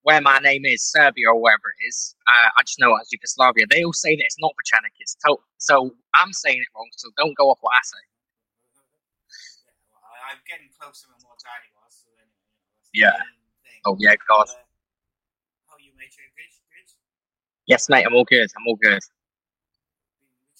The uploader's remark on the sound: audio in the first few mins, Its sorted at around 2mins 30